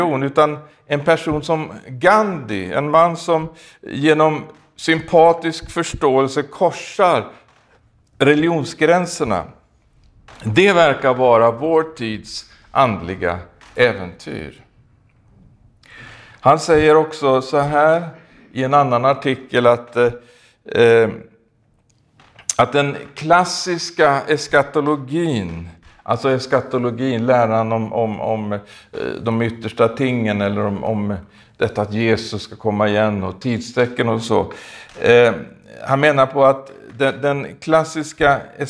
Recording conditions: large echoing room